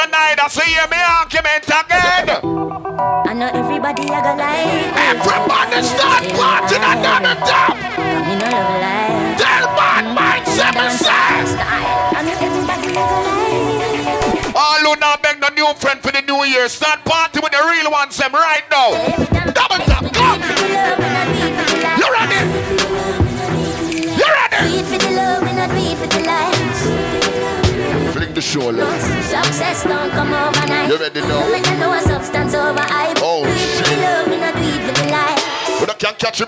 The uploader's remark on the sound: Doubletap Sundays 12/30/18 (LIVE AUDIO)